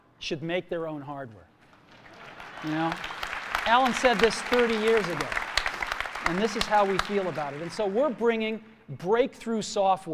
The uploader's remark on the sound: Macworld San Francisco 2007 Keynote Address. Keynote address from San Francisco's Moscone West.